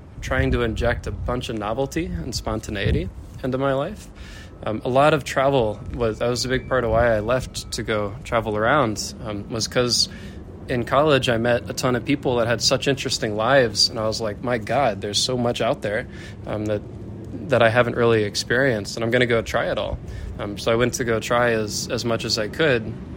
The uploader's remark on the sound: Street noise since we were standing in the corner of a park.